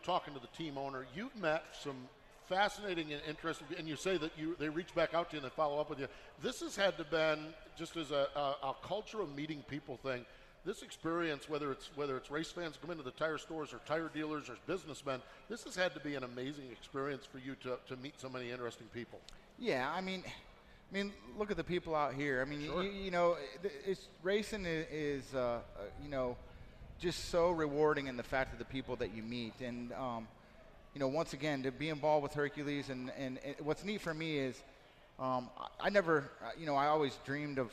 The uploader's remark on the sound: From the AGCO Jackson Nationals. Broadcast live from Jackson Motorplex.